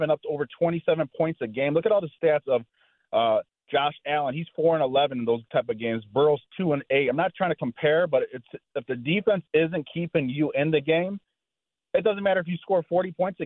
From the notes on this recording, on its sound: the guys took calls from Score listeners